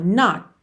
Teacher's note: você não ouve T de not